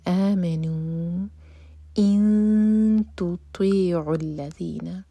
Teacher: ہم نون کی آواز کو چھپائیں گے، دو سیکنڈس کا ٹائم دیں گے. اس کو کہتے ہیں اخفا کرنا، تو اخفا کیا جائے گا یہاں پر.